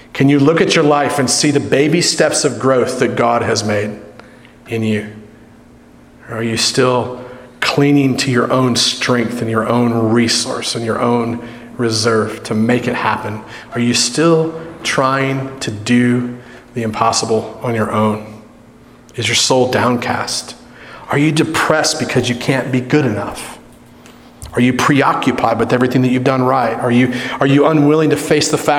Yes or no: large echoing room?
yes